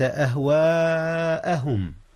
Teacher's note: لأن الألف والهمزة كلتيهما في كلمة واحدة، فالمد متصل